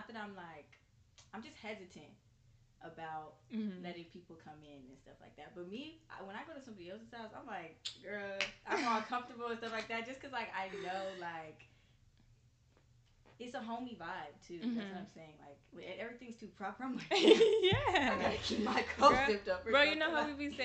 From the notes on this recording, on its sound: Two girls, one mic. I have about four microphones but I could only use one to record both of us so excuse the inconsistent volume, we tried our best to make it work.